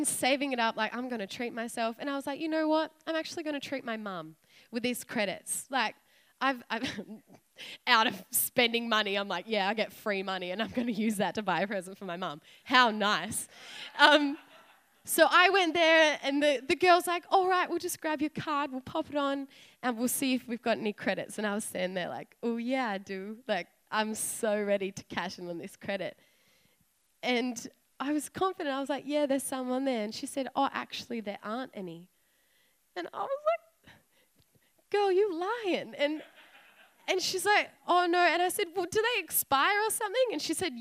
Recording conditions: live audience